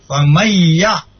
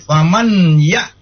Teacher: Ya, jadi situ fa may ya ada nun sukun kemudian ketemu dengan ya. Nah, jadi nunnya langsung dibaca kepada ya. Nah, ditasdidkan ke ya. · Shown in: first take · Jadi famayya. · Term: idgham bigunna